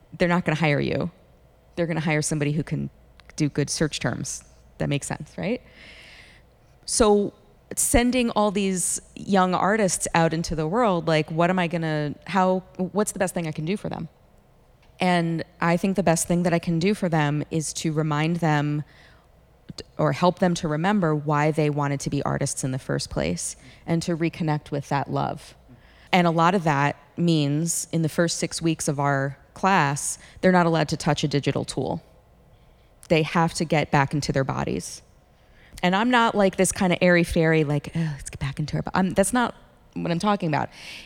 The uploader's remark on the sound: This Artist’s roundtable discussion was recorded live at Loom creative arts event in Spruce Pines, NC.